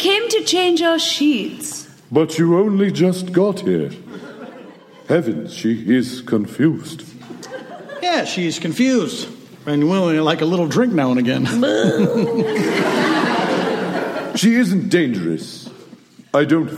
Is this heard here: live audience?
yes